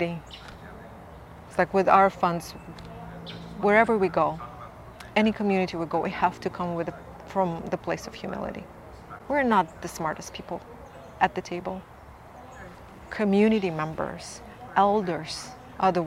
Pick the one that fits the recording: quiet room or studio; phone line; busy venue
busy venue